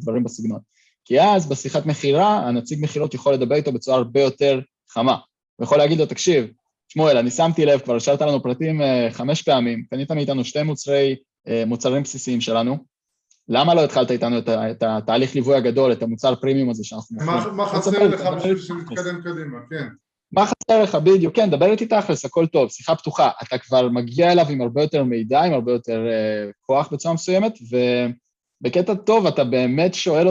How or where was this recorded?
video call